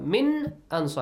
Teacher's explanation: No changes to nun because the letter hamza is there. Hamza is a throat letter, so for throat letters, we don't do anything.